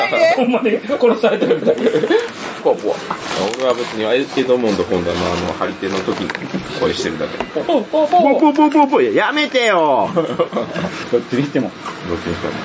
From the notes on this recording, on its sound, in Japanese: いい旅ボド気分 in 伊勢。一部、屋外での収録のため、騒音雑音が入っております。